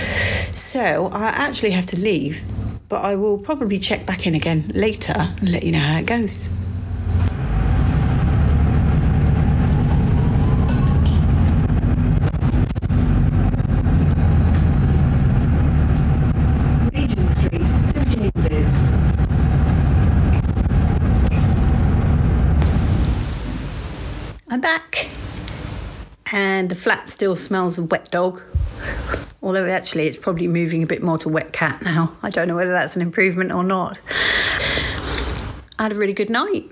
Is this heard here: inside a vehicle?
yes